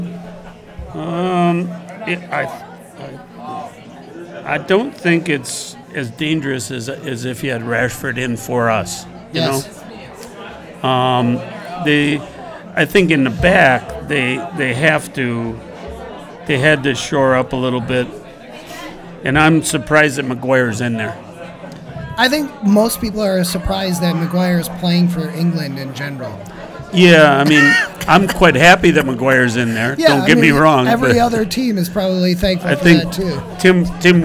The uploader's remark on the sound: Live at the Forward Club